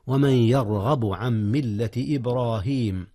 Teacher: ولا تنسيا تفخيم الراء في يرغب وفي إبراهيم